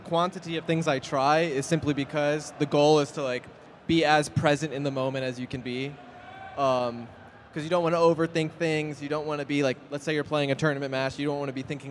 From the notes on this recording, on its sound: LIVE AT BATTLE OF BC 5. Our live episode from Battle of BC.